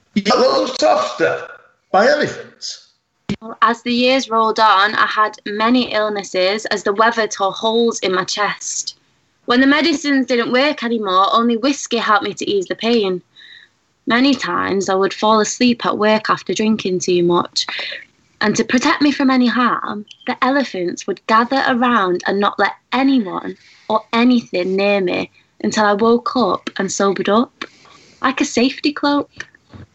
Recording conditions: video call